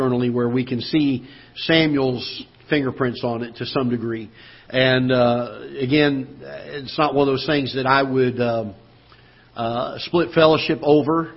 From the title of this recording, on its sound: Ketha Heights Baptist Church ~ Live Broadcast